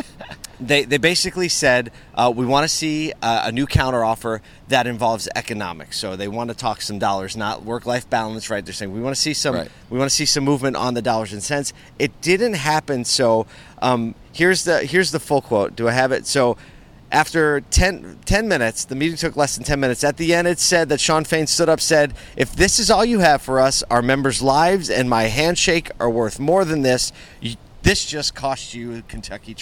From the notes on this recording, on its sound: LIVE at the NAMAD Conference in Miami. Live on the ground in Miami Florida for the annual NAMAD Members Meeting.